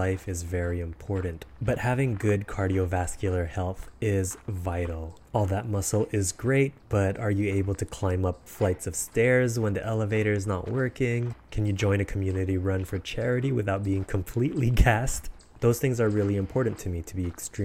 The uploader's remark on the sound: Autumn Walk N' Talk